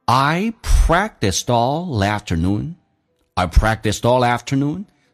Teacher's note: 它的音标其实只有一个 L，但在连音 L 是发两遍